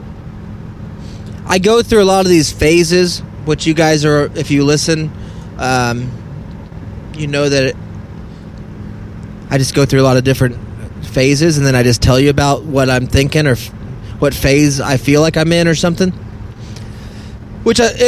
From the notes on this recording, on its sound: All while driving without being able to see.